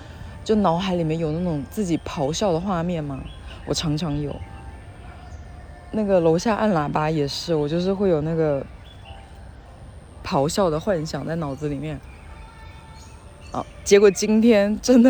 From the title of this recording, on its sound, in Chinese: 带你们去公园散步，杂音很大